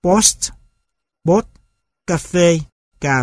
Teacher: Trước hết, chúng được đọc, nói theo cách đọc nói của người Việt, có nghĩa là các từ được phân chia thành những âm tiết tách rời, nếu là từ dài, và phát âm theo cơ cấu ngữ âm của âm tiết tiếng Việt. Người Việt thêm thanh điệu cho các âm tiết đó, bỏ bớt các tổ hợp phụ âm, hoặc là chuyển âm này thành âm khác cho phù hợp với cách phát âm của mình.